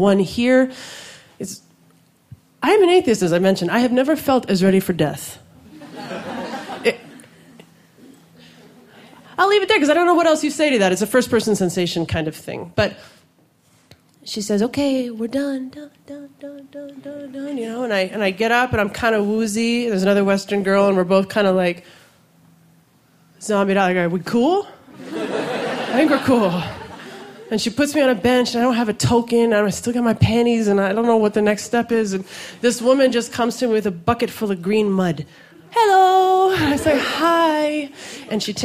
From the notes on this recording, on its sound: These stories were recorded live at Buntport Theater. As part of a special collaboration with Pivot TV and Rooftop Comedy.